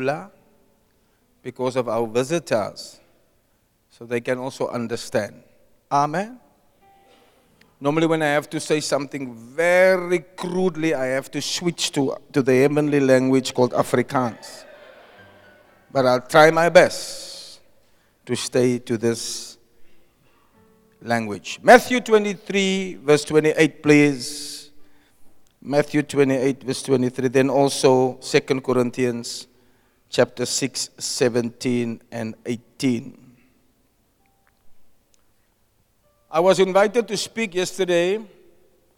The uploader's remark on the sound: Preached at Zion sanctuary, Cape Town